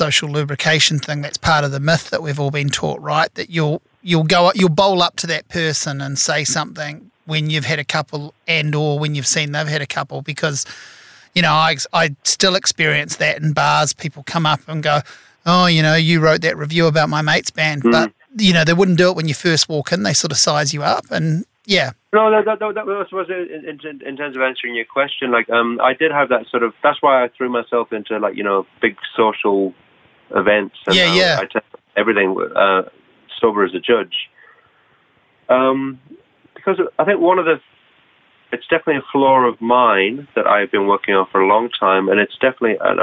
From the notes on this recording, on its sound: A phone interview